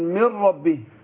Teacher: فالنون بتدخل في الراء بتبقى أي حرف واحد ما بتبانش